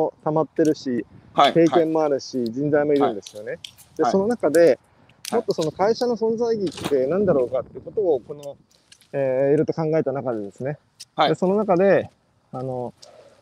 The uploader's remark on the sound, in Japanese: 歩きながら1時間、対談する。